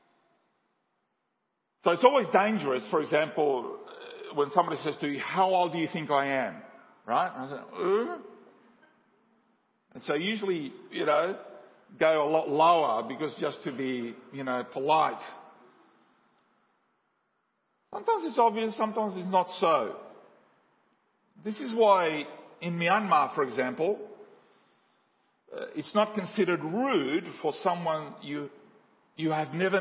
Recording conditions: large echoing room